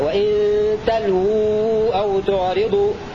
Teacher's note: بسكون اللام وواو مضمومة بعدها هكذا: وإن تلو أو تعرضوا على وزن تفعو من لوى يلوي ليا.